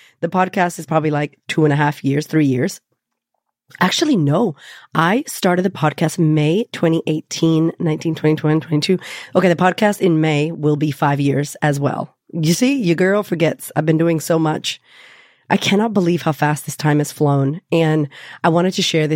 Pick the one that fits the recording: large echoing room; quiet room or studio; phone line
quiet room or studio